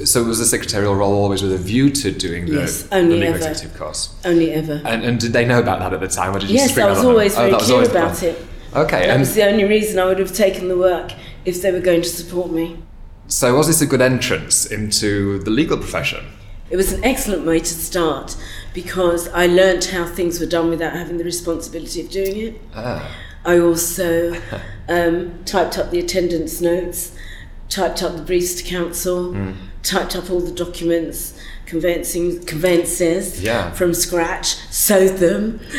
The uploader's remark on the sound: Set backstage at the Women in Law conference